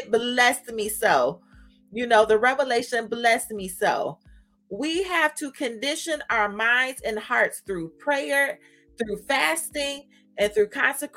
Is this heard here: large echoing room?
no